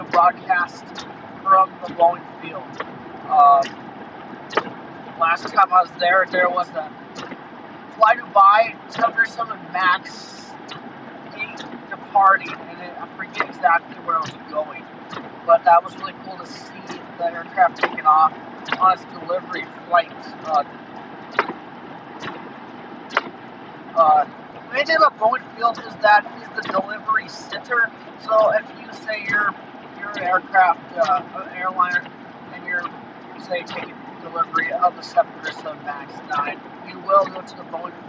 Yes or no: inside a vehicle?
yes